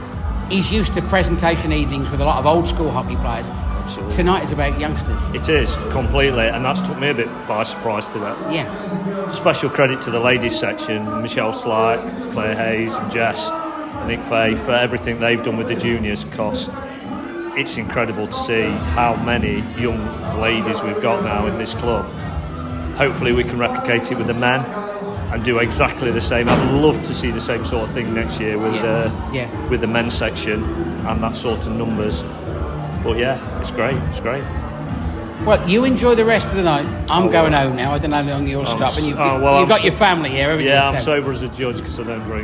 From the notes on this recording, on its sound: travels to the club annual dinner to interview club members from all teams